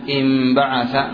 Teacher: قال ثانيا إبدال الميم من النون، تبدل الميم من النون لفظا لا خطا بشرطين، أحدهما أن تسكن النون، الثاني أن تليها أي أن يأتي بعد النون الباء